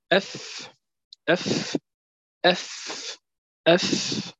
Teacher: يخرج من باطن الشفة السفلى مع أطراف الثنيتين العليين · Term: مخرج الفاء